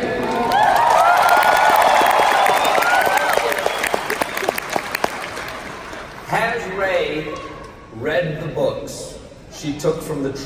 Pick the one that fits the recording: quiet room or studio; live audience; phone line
live audience